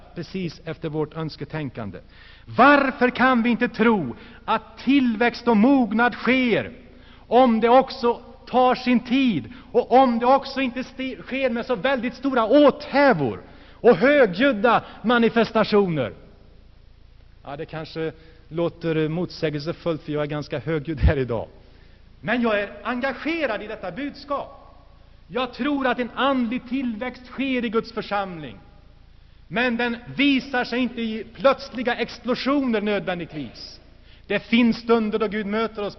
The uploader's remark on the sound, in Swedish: Inspelad i Saronkyrkan, G&#154;teborg 1984-11-11.